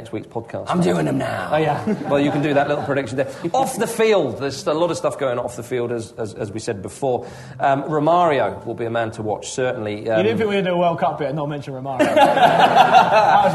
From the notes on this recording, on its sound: A very live Ramble. The team descend on the Arcola theatre in the East end of London to put on a live Ramble in front of a baying and paying crowd.